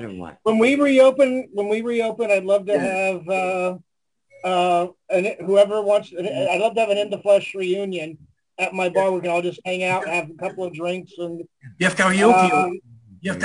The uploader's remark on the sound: The Zoom Show is more of a gathering of old friends and stories.